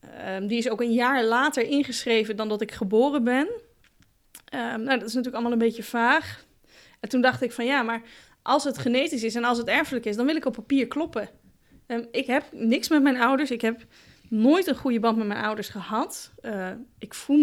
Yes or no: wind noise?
no